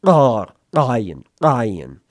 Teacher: Now, this one's a little bit hard to say in English because it is very guttural. It actually has a little bit of a G sound to it when you do it properly. Ion. Sounds like you're kind of gulping at the same time that you're saying a letter G followed by a short O sound.